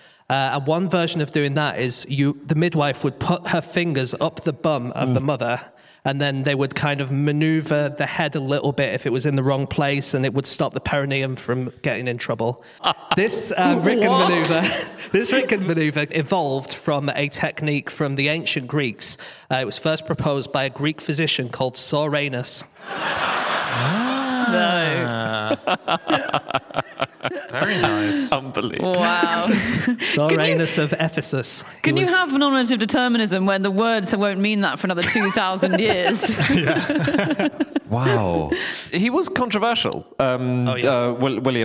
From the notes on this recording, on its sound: Live from Peterborough.